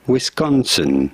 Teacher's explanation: You do want to stress on the second syllable, the con syllable.